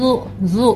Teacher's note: Huruf zal ujung lidah bertemu dengan dinding gigi seri bagian atas.